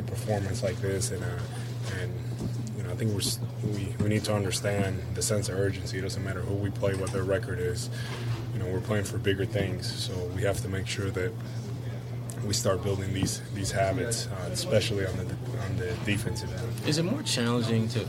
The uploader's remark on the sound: Full Report from TD Garden, Player/Coach Interviews